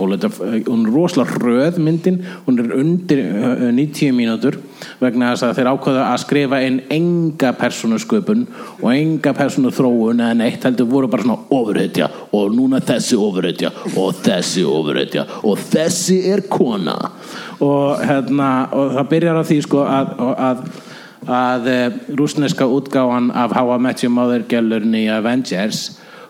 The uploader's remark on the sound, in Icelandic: Setjast á TwinPeaks-esque sviðið í hryllingsholunni Húrra og hljóðrita Live bloodcast fyrir framan áhorfendur sem eru fleiri en puttahnífar Freddys en færri en endurkomur Jasons.